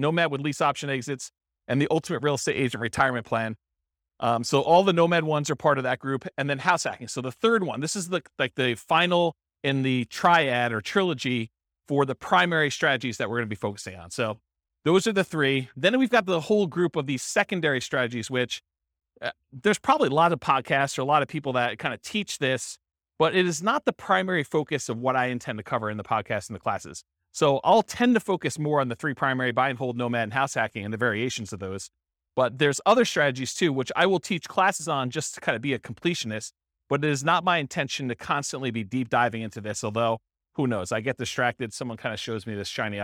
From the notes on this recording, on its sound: This was a live class recorded